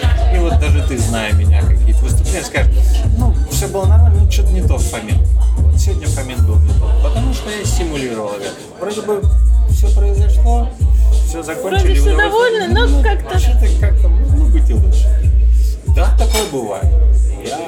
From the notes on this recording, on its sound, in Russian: А за шумы на заднем плане в ответе классный бар “Вода”